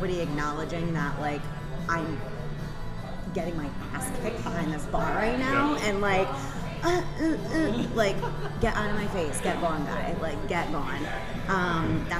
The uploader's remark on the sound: At The Thirsty Beaver in Cranston, Rhode Island.